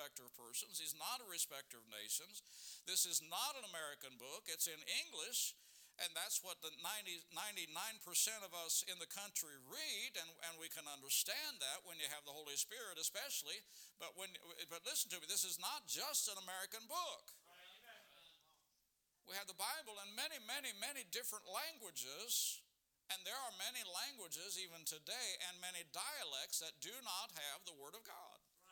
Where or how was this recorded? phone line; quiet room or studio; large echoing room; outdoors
large echoing room